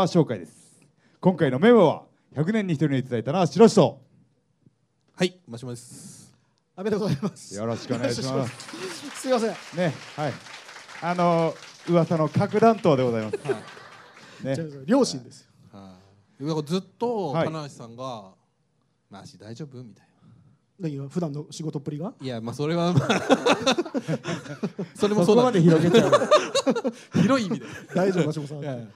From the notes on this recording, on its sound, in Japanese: アニメイト新宿（地下2階アニメイトホール）にて行われた初の公開収録からお届け！序盤、若干の緊張感が漂いつつも、徐々に“いつもの感じ”のトークが展開。